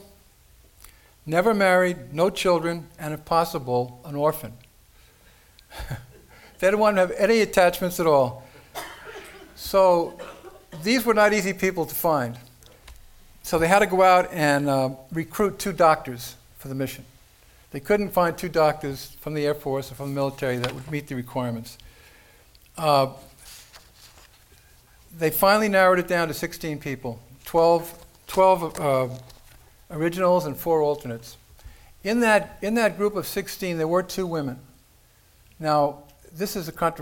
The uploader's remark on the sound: This lecture was recorded at the 2015 Alien Cosmic Expo in Brantford, Ontario by The Digital Broadcast Network, a division of REL-MAR McConnell Media Company.